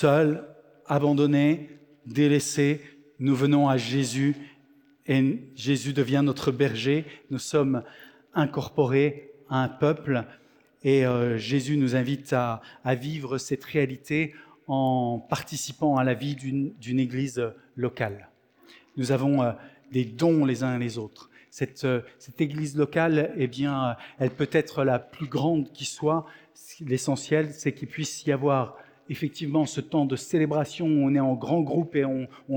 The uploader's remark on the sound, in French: Enregistré à l'église CVV, le 17/09/2023